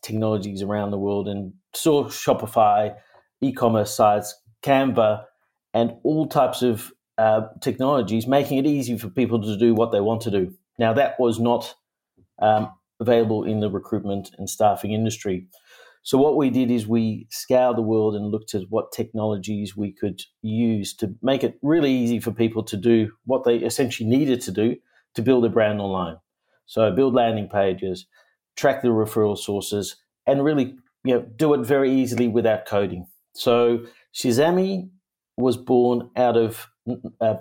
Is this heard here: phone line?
no